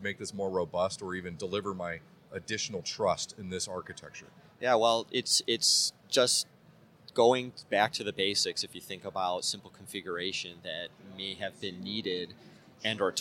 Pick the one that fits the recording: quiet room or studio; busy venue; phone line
busy venue